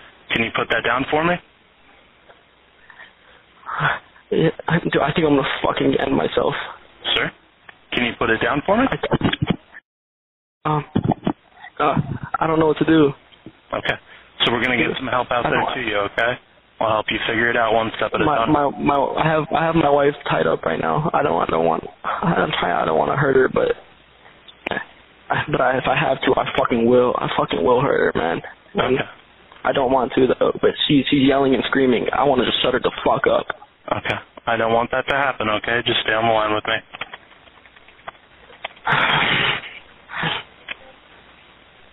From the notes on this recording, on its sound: 911 call in Sarasota 'swatting' incident. (Be aware: there is adult language in the recording.)